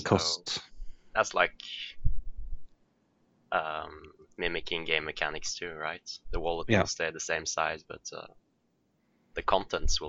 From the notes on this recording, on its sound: The podcast is plagued with technical difficulties.